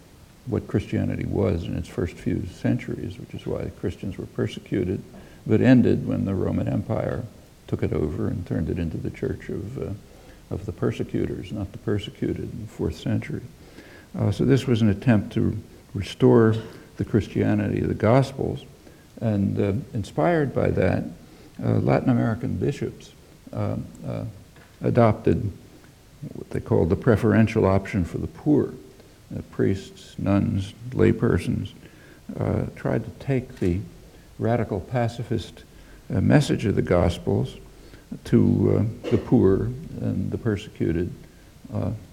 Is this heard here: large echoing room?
yes